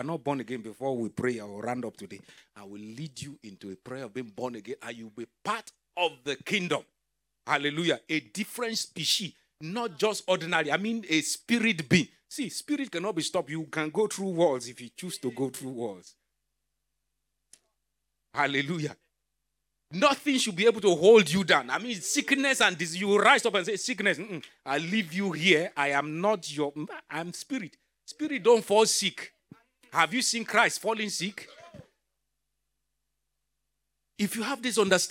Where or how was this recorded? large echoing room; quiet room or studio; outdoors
large echoing room